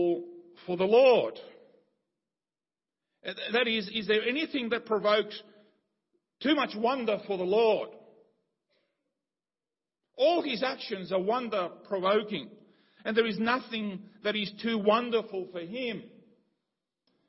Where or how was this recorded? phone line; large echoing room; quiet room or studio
large echoing room